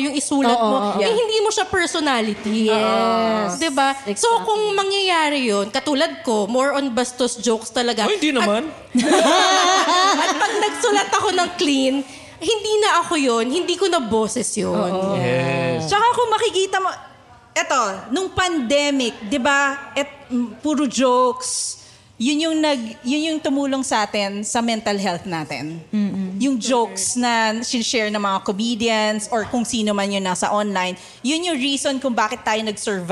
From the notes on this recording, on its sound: This was recorded with a live audience after their successful stand up comedy show.